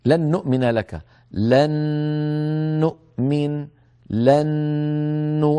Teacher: أدغمنا نون في نون فتصير نون مشددة، يصير حكمها مثل من الجنة والناس.